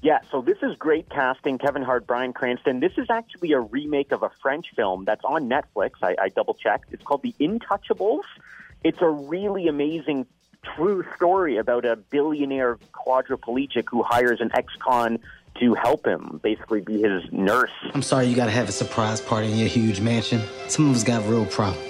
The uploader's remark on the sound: we got her on the phone